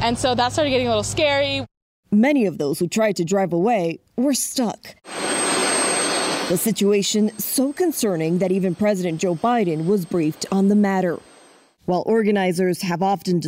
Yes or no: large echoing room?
no